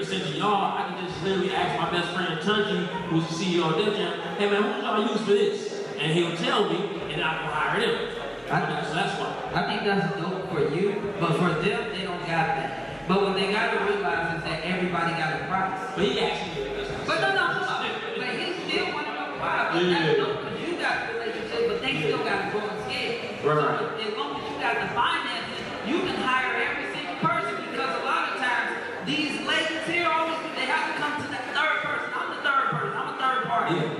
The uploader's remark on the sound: The plugs take live audience questions. The conversation continues live at Indie Fest in Atlanta Ga.